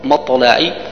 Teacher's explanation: الحكم الأول هو قلقلة الطاء قلقلة صغرى